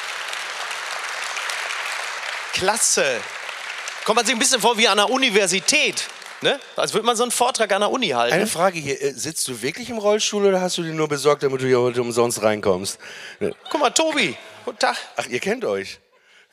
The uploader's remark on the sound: LIVE AUS HAMBURG. Live on Stage in Hamburg.